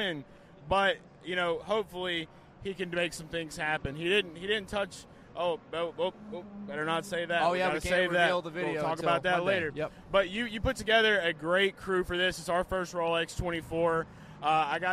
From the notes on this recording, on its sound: LIVE from Daytona International Speedway